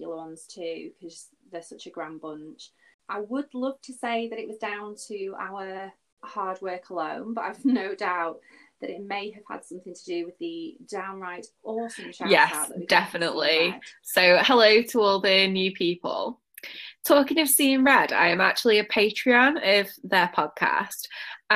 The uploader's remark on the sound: We are still abiding by Lockdown rules but for the love of cheese this weeks recording issues have tested my patience! The sound is dodgy in places, that pesky delay is in play and I am super quiet.